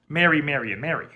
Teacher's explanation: Historically, these three sounds were totally different, and they remain different in many places, such as the UK or Australia. But some speakers of American English merge the sounds, so they all sound the same. · Term: Mary, Mary, Mary merger